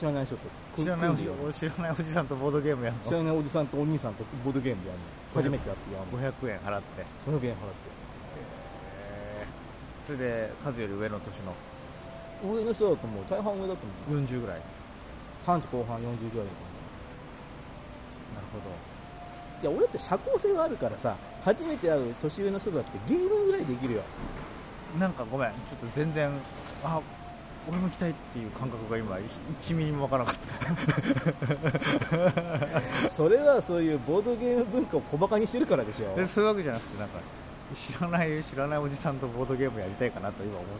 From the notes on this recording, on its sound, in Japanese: 三重県四日市。野外収録に臨みます。